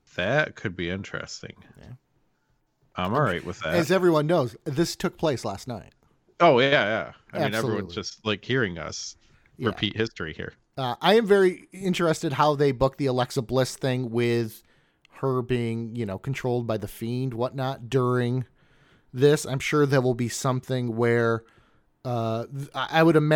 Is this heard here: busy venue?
no